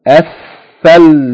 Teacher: the first letter of this word, tha, is a sun letter, so it has to be doubled.